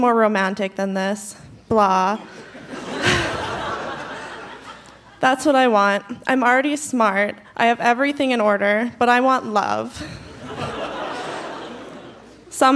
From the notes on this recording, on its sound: Recorded live at the Park Theatre in Winnipeg.